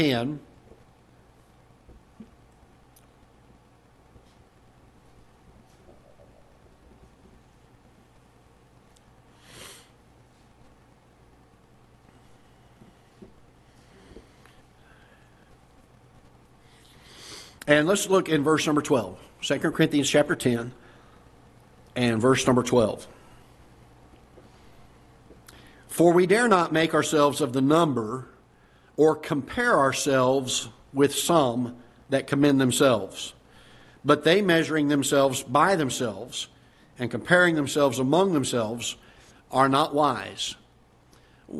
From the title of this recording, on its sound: Ketha Heights Baptist Church ~ Live Broadcast